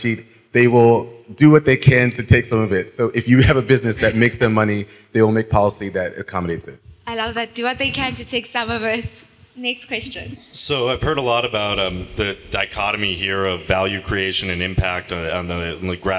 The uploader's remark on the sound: The African Pre-seed podcast partnered with the Africa FinTech Summit in Lusaka, Zambia, to host the first-ever edition of APS Live. Had three amazing guests on the couch in front of a live audience.